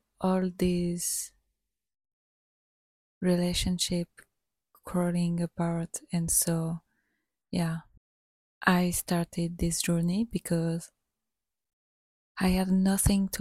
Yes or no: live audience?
no